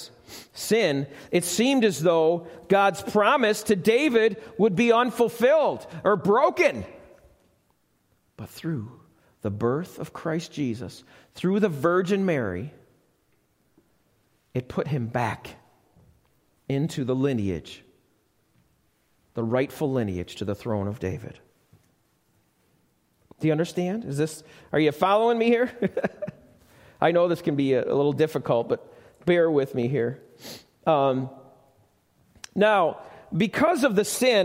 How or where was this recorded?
live audience